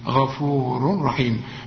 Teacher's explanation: طبعا خدنا والله غفور، كل غين في القرآن مدام مفتوحة غا، مش غفور غا، غا، غفور رحيم. هنا لما تلاقي تنوين غفور وبعد راء ما تغنش، العلماء بيسموه ادغام كامل بدون غنة